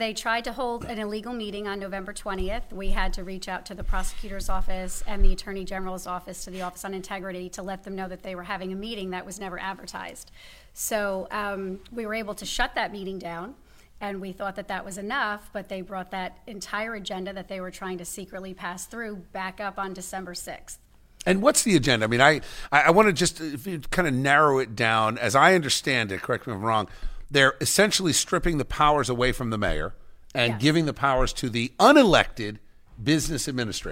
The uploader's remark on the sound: we are LIVE from the Bridgewater Manor in Somerset County for the Women for Common Sense Holiday Luncheon